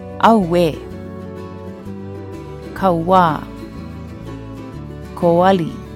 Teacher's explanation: The W glide is a natural result of moving or gliding from a, u, or an o to another vowel.